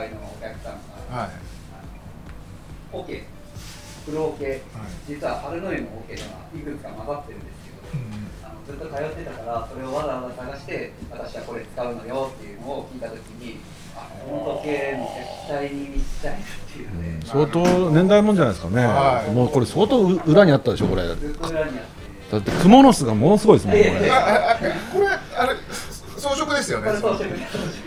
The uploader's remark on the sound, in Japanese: 今回は 十條湯 に併設された 喫茶深海 での収録！雰囲気ある店内で自然と会話も弾みます。